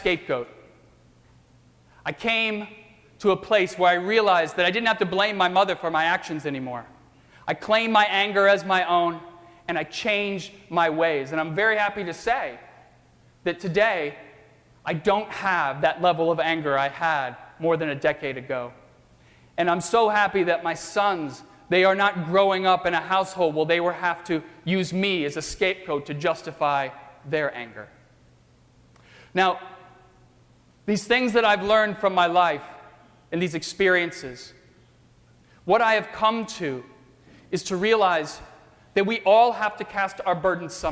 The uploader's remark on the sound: During the 7:00 PM Good Friday service on Sunday March 30, 2018 at First Presbyterian Church of Arlington Heights, Illinois.